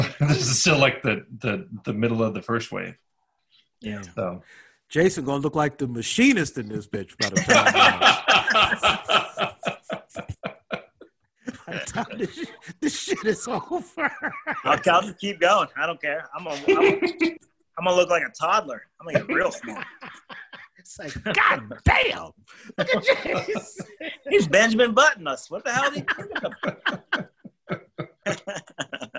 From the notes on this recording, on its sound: connect via ZOOM for the first time